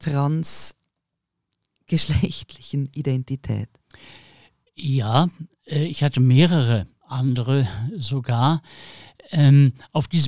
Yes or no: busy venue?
no